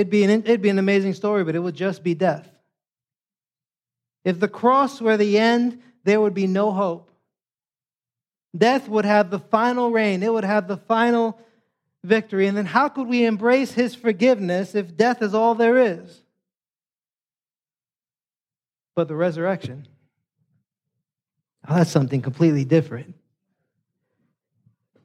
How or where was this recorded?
large echoing room